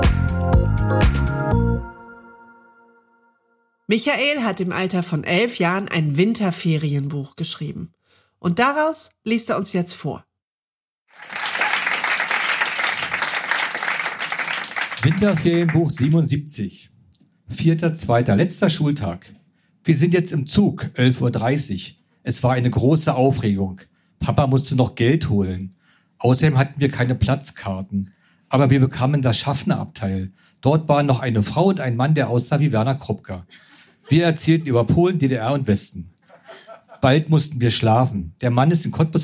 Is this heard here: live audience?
yes